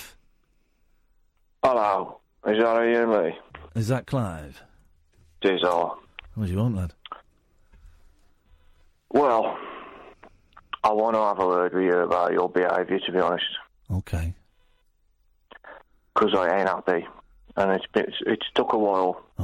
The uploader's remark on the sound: hands the show over to the callers